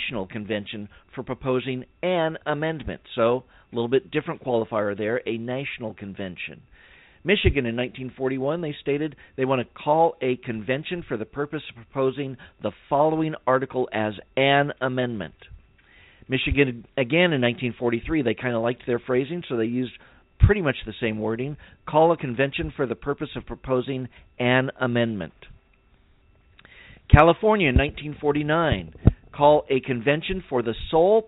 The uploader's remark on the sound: save some time for phone calls